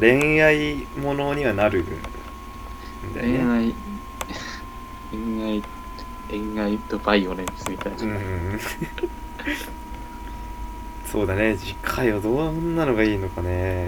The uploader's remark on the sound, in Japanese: 雑音つにご注意を。